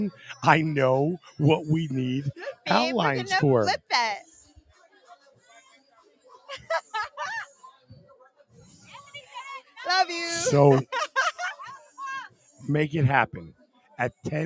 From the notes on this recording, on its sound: LIVE from the Paradise Club